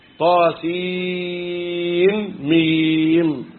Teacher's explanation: حمزة بيظهر ليه النون يقرأها هكذا